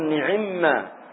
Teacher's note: حيثما نعما، عندما تقول نعمة ما تفصل، نعمة ما ليس فيها إدغام، لكن عندما تقول نعما تكسر العين فتدغم الميم في الميم